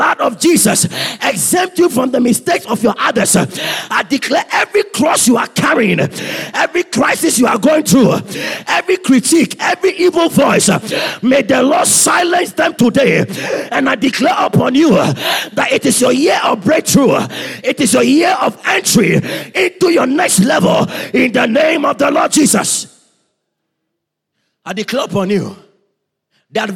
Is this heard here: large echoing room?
yes